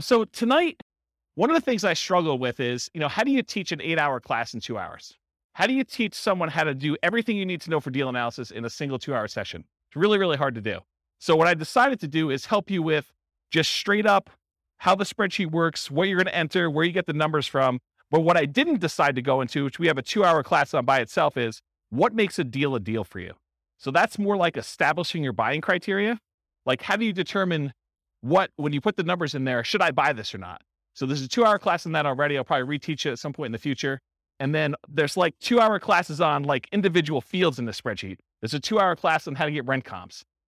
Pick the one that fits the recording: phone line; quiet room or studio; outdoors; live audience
live audience